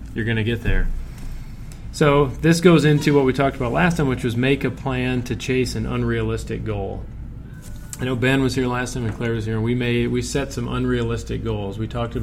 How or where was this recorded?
busy venue